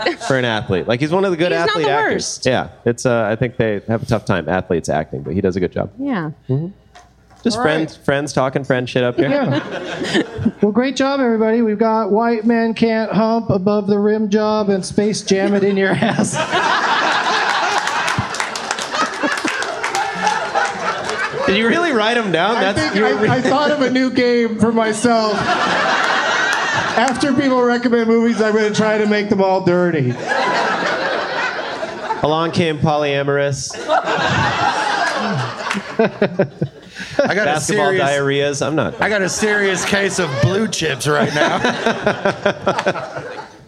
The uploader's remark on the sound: Live from the Helium Comedy Club in Portland.